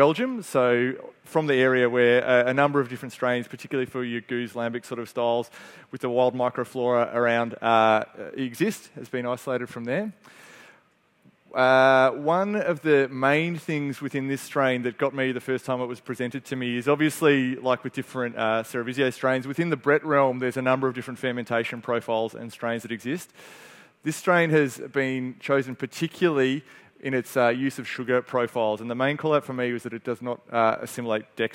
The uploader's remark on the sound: This is a Brewery Pro podcast that was recorded at the Bintani Trade Day in February 2023.